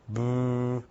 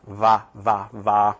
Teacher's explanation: Both your lips together. And the beta here is a B with both your lips. · Shown in: first take · Va, versus va, with your lip on your teeth.